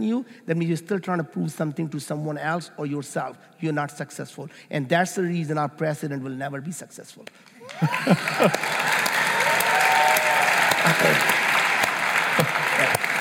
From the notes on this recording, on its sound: Live from the Bulletproof 360 conference